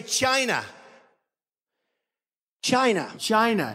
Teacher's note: he's really putting a lot of emphasis on the chai, · Term: intonation